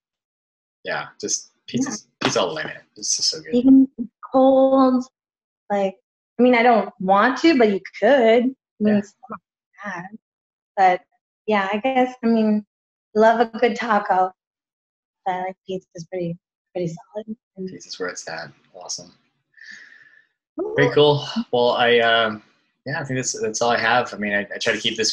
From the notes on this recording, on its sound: Adobe Audition crashed on me, and as a result I lost my mic'd up track. Thankfully, Zoom recorded a backup version. It doesn't sound nearly as great.